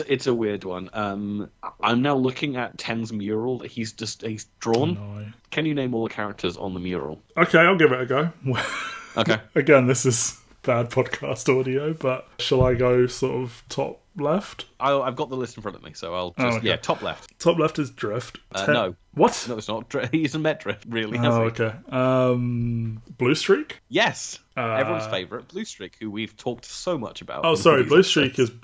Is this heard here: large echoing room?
no